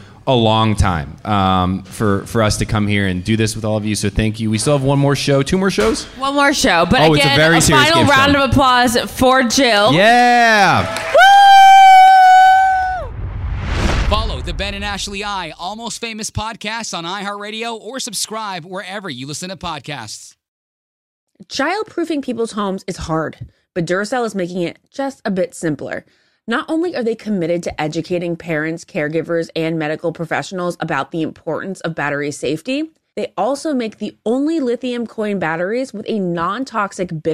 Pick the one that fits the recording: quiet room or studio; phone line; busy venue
busy venue